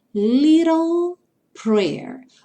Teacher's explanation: O little, o T, vai ter esse som do R, R, R. E o L vai encerrar o som, então, lá no céu da boca